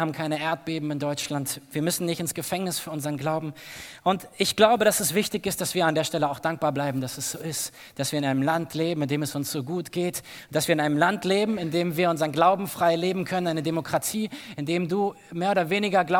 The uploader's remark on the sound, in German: Aus unserem Gottesdienst am 20.